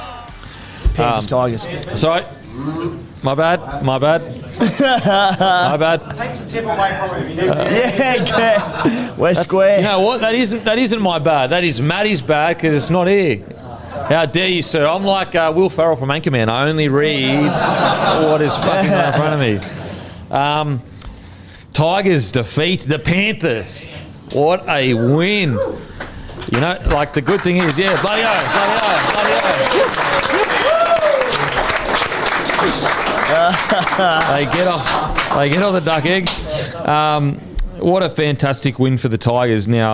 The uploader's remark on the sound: in front of our live crowd